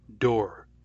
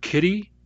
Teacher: Linguists call that a flap. So the word door has a real D, door. But the word kitty has a flap.